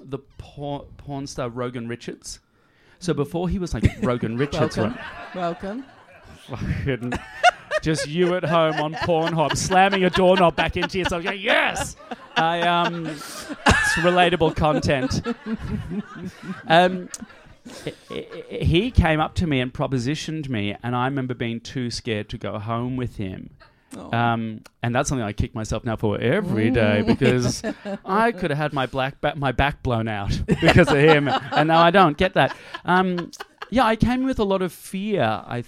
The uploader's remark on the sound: SPECIAL LIVE RECORDING. A recording of the sold-out Live Show. It was recorded in front of a live audience.